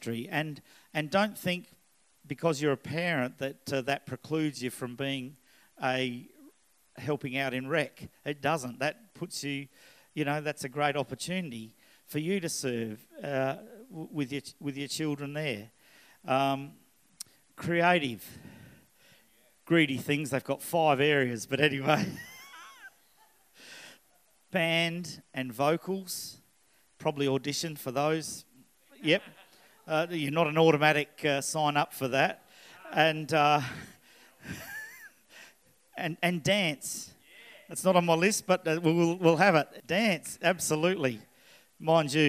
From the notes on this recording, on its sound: This message was recorded on 15/09/2019 at the 11am gathering.